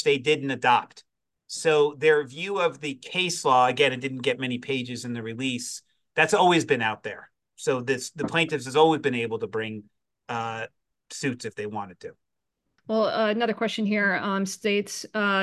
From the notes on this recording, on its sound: Spoke with a panel of SPAC legal experts. This originally aired as a live webinar.